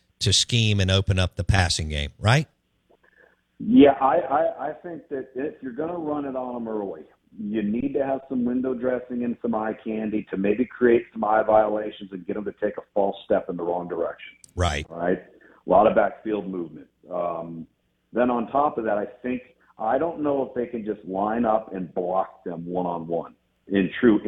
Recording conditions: phone line